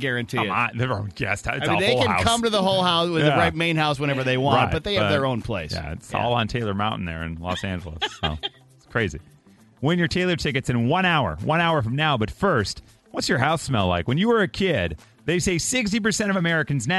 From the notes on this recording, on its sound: Mixers called